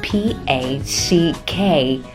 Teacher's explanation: 注意结尾的 k 轻轻的 k 一下，或者停一拍不发音都是可以的